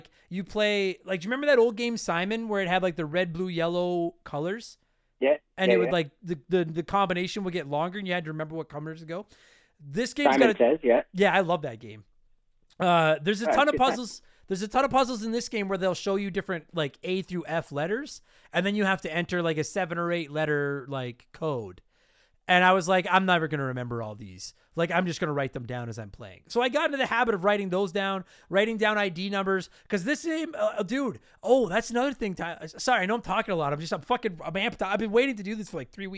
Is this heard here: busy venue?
no